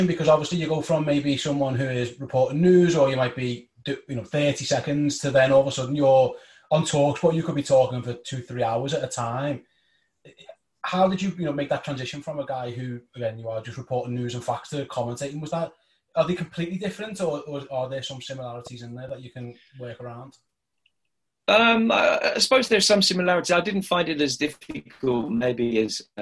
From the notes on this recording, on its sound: via a sometimes temperamental Zoom call